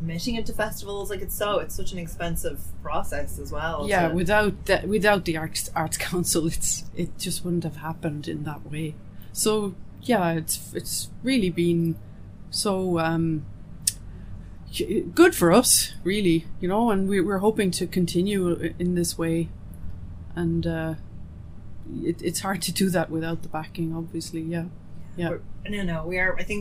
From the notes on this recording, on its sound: On the Ground at IndieCork Film Festival.